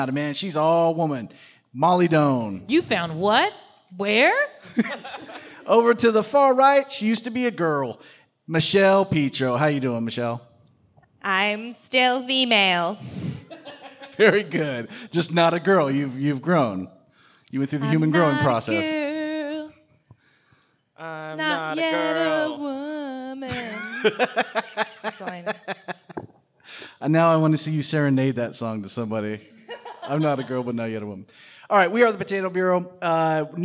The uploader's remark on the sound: The Potato Bureau is a podcast recorded on stage at The Sacramento Comedy Spot.